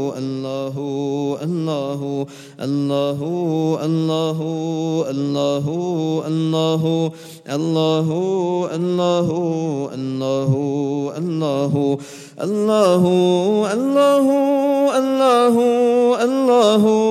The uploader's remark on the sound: at the Houghton Masjid (West Street)